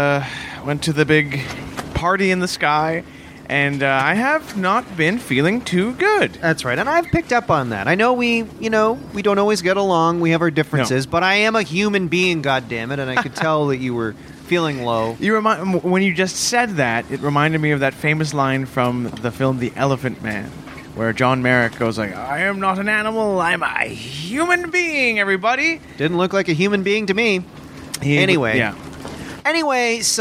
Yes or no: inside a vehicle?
yes